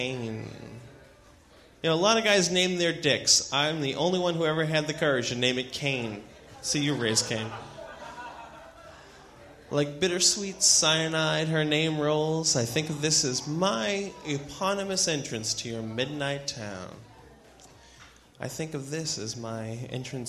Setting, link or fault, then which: setting, live audience